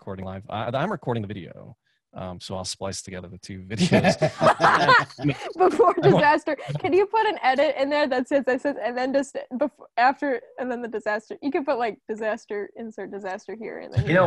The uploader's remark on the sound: Remotley we attempt to zoom some animal fun. We got zoom bombed.